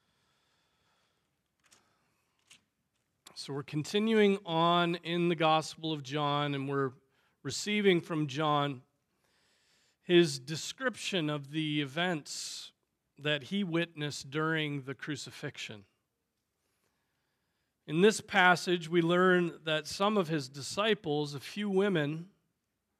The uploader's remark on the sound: Preached on August 13, 2023 at Trinity Presbyterian Church ( Evangel Presbytery ) in Spartanburg, SC.